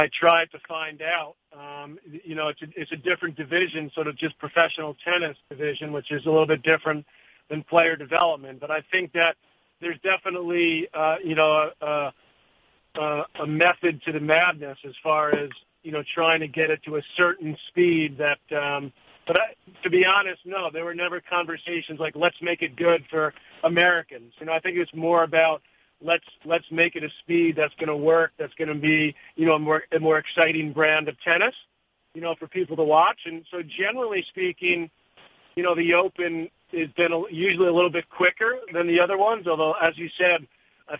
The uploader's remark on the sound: U.S. Open Conference Call